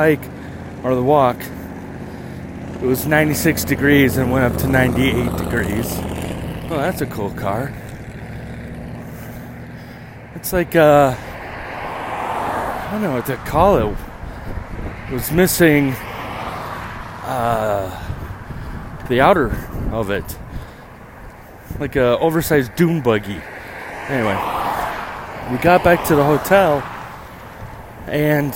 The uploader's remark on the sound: you come with my on a walk to getting my haircut